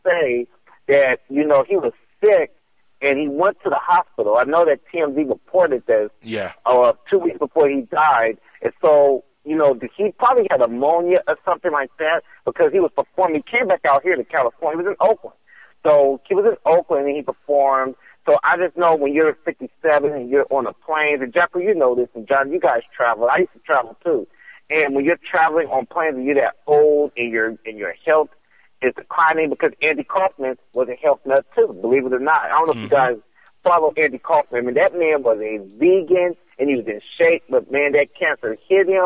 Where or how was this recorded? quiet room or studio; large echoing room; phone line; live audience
phone line